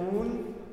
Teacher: it's going to be 90% the most beautiful Italian vowel possible and 10% nasal · Term: nasal vowel